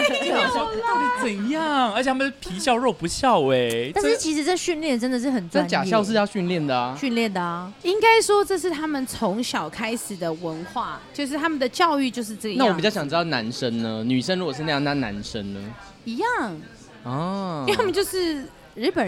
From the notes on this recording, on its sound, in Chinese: 這集我們把錄音棚直接搬到居酒屋